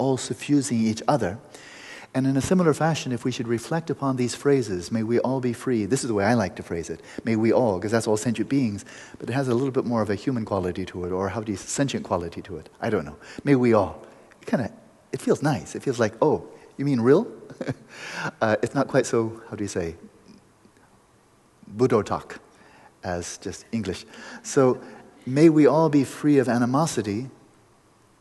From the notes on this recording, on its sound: We go into an open mic Q&amp;A session. After the meditation, we go into an open mic Q&A session.